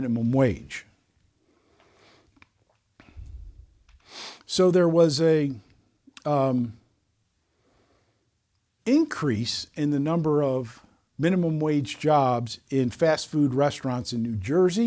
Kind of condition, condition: setting, large echoing room